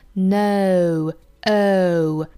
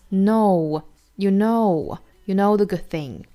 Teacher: 英音的话呢，我们发现有一个双元音的滑动了